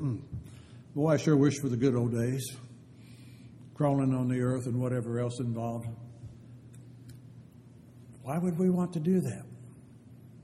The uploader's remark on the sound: Downtown Church Of Christ Audio Sermon.